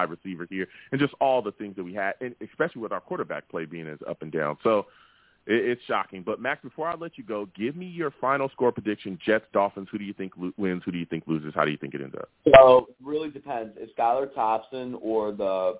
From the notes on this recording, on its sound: I take live callers!